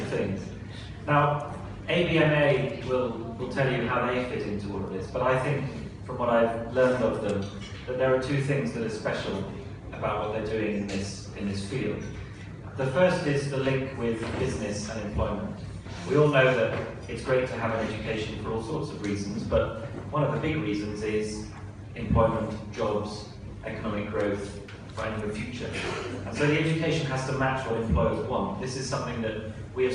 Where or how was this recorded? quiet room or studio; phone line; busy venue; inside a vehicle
busy venue